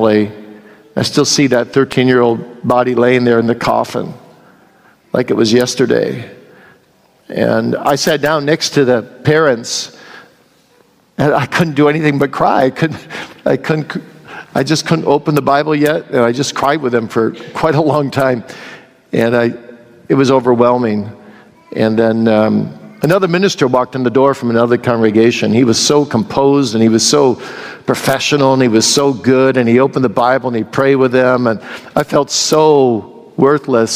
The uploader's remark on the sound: here is the question-and-answer session from this year’s Boise Reformation Conference